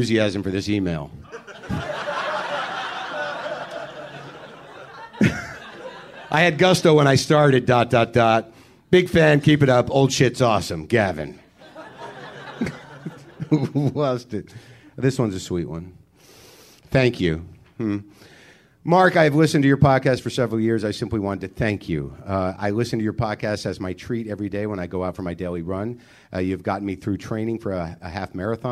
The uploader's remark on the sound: Live at Trepany House in LA. Big blowout bash blast at Trepany House in Los Angeles.